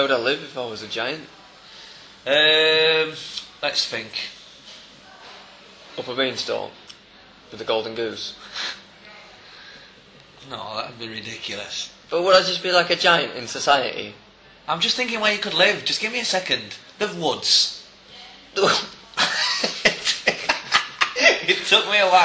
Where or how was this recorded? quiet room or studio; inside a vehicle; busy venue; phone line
busy venue